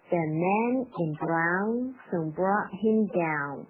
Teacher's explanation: The man in brown 这里面注意一下这个 the 对 in 做一个弱化的弱读的处理